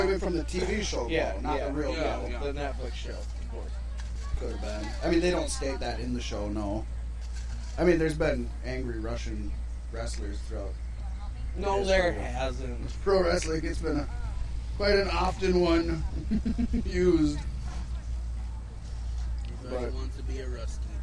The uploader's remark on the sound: This week we are LIVE from the Galactic Get Down in beautiful Houston, MN.